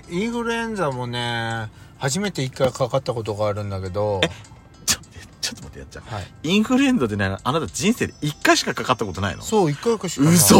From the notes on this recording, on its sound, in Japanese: パーキング収録